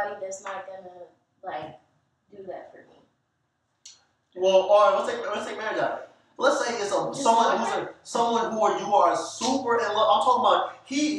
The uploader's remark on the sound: Sorry for the bad quality